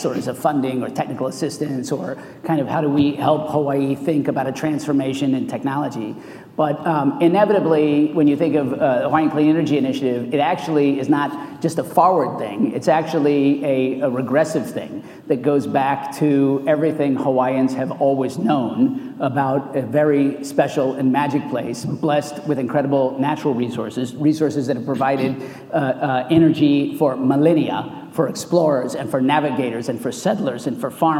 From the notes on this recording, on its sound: The best of live interviews from GreenBiz events.